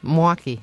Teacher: I don't say the L in Milwaukee